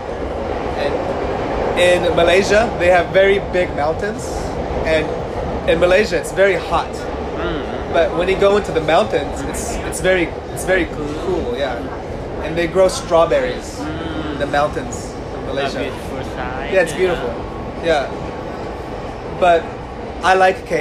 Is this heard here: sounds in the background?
yes